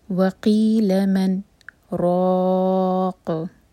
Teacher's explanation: तो यहाँ पर मन हम थोड़ा सा पॉज करेंगे लेकिन सांस नहीं तोड़ेंगे, और फिर रॉ पर फतह तो रॉ हैवी, और क़ाफ़ पर रुकेंगे तो क़ाफ़ पर क़लक़ला किया जाएगा